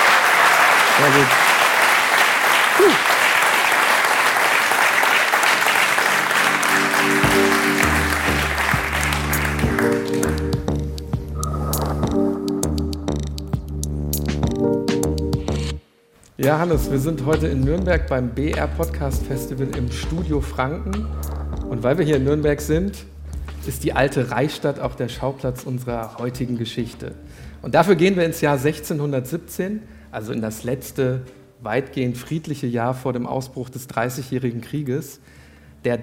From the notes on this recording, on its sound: LIVE.